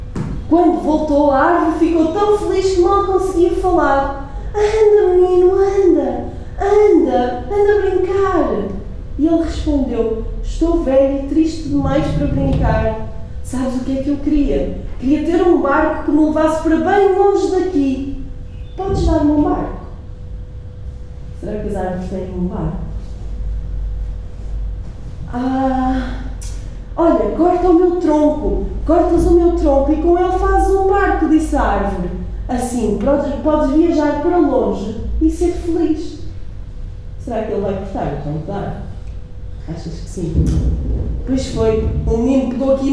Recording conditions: live audience